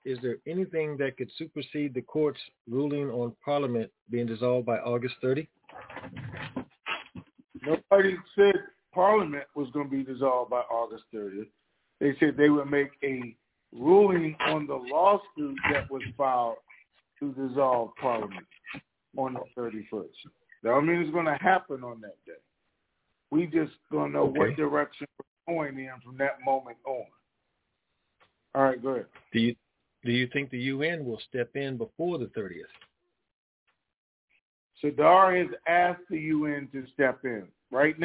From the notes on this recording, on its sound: TNTSuperfantastic Conference Call